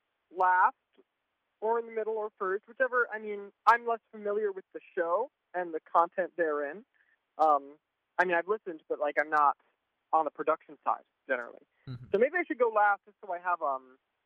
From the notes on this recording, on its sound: a special live call in show